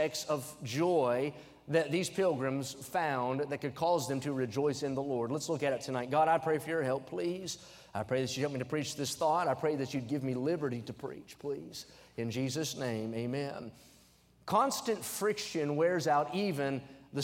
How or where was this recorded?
large echoing room